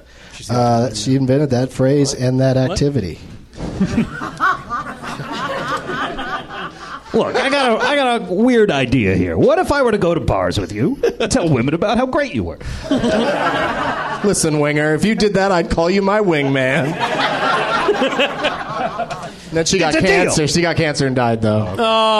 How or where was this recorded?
live audience